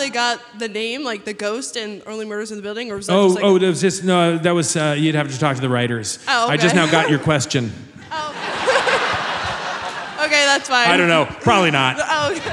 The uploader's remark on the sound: Recorded live at the Murmrr Theater in Brooklyn, NY. Studio audience jumps in on the action with their burning questions.